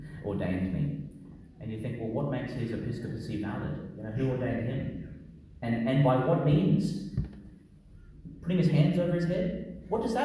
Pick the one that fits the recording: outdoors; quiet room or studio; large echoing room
large echoing room